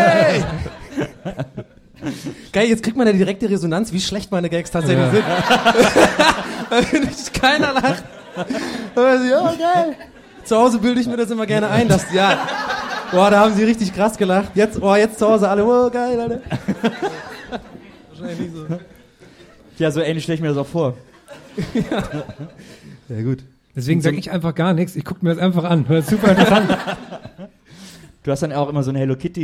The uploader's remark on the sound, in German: Haben sich die drei Showkartoffeln von "Gästeliste Geisterbahn" beim Aufnehmen auf eine Bühne gesetzt und dabei gegen Geld anschauen lassen. Diese Folge ist der Live-Mitschnitt davon, inklusive jeder Menge Sitcom-Lacher!